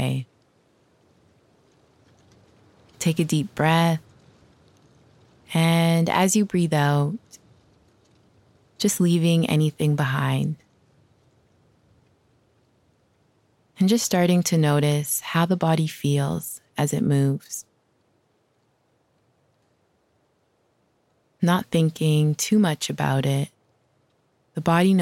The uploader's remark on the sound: today we’re taking this outside for a walk